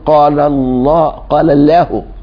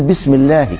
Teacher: ان انا افخم اللام في لفظ الجلالة اذا جاءت بعد فتح او ضم، وانا رقيقها ان جاءت بعد كسر